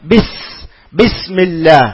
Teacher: അപ്പൊ ബിസ് എന്നുള്ള സുക്കൂനെ ശരിക്കും അങ്ങോട്ട് വെളിവാക്കുകയും അതുപോലെ തന്നെ ഹംസ് ശ്വാസം ശരിക്കും അങ്ങോട്ട് സഞ്ചരിക്കണം